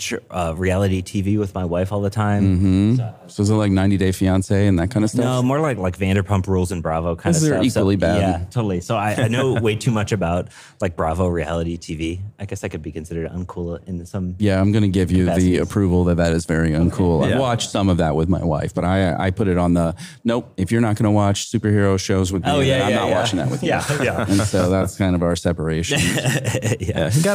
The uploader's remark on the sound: for a recorded chat from the RenderATL conference.